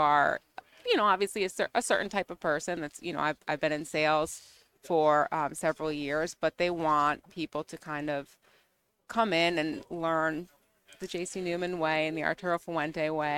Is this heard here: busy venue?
yes